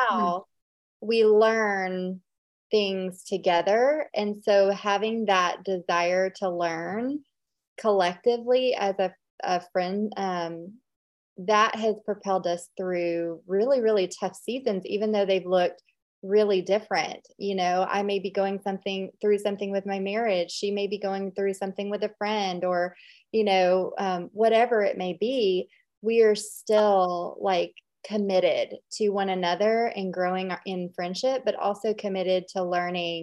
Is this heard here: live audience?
no